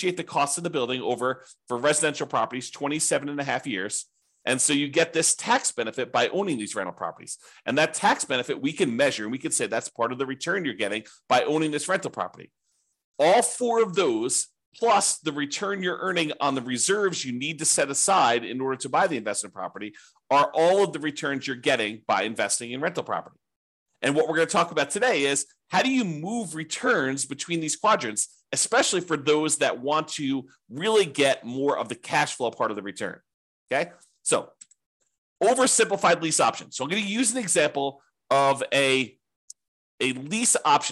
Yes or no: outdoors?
no